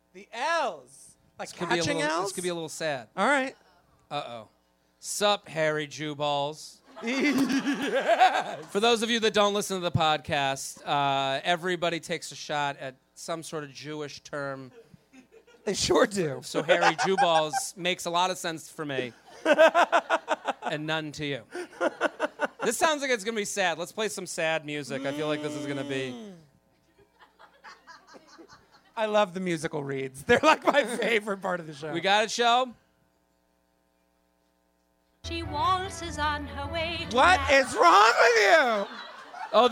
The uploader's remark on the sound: LIVE From The Village Underground